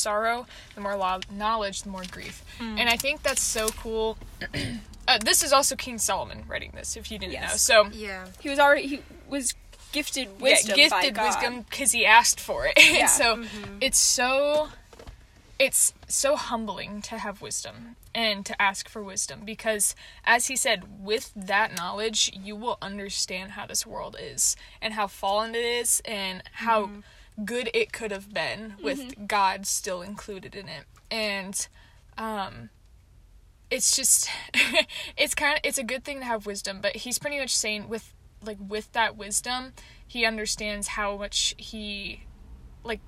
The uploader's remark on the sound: Convos in the Car